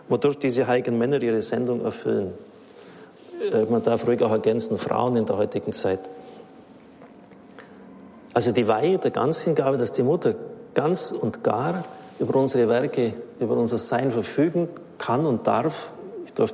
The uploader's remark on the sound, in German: Vortrag aus dem Oktober 2021, gehalten beim Marianischen Kongress in Aschaffenburg